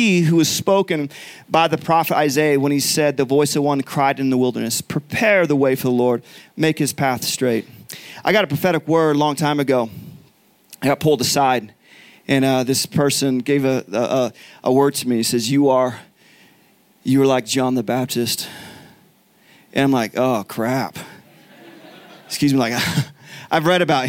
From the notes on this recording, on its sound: Recorded live from Summer Camp 2021 at Faith Heights.